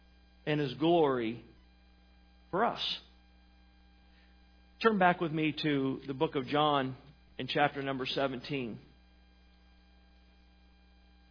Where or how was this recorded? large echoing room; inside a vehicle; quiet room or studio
large echoing room